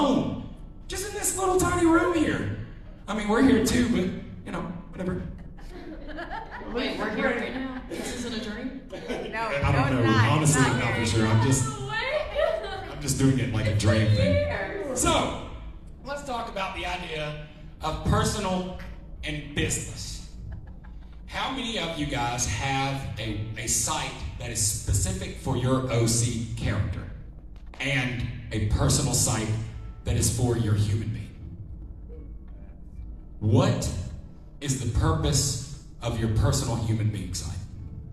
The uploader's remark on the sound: This is the audio of the class we did at creepy con.